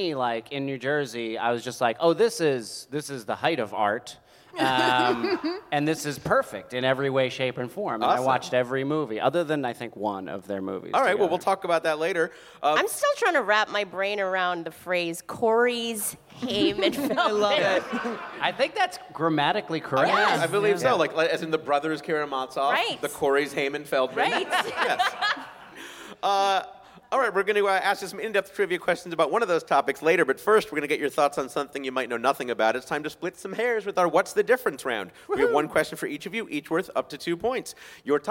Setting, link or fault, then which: setting, busy venue